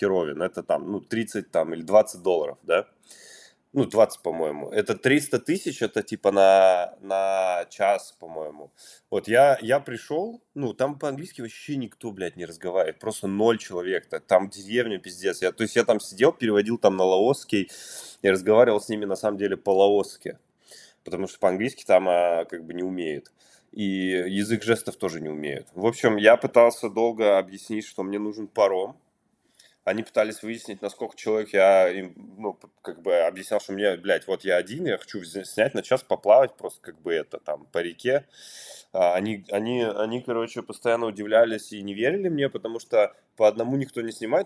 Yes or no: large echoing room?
no